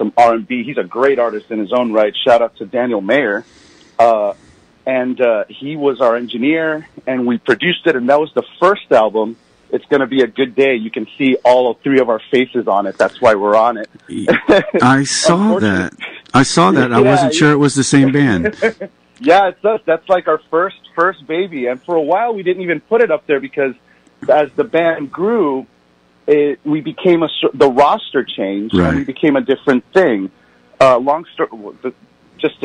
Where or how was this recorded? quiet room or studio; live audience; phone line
phone line